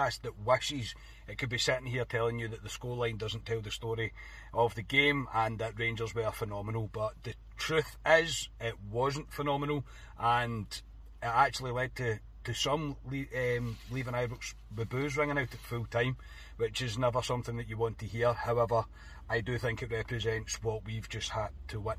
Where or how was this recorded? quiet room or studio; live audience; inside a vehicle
inside a vehicle